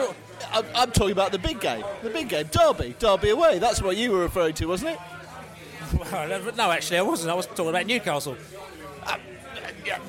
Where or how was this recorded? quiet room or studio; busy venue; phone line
busy venue